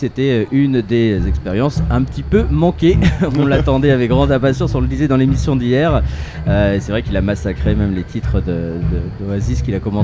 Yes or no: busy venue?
yes